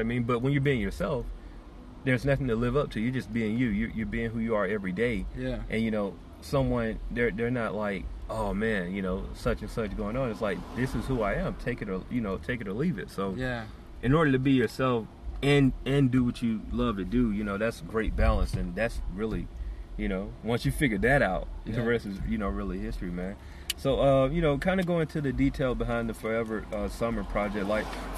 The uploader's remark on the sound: We recorded this one in the comfort our my car